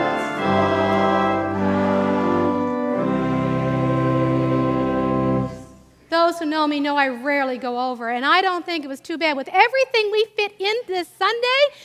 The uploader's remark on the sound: live Worship Easter Sunday April 9th, 2023